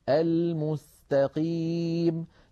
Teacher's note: لابد من ضم الشفتين عند النطق بالميم الأولى وإعادتهما إلى وضعهما الطبيعي عند السين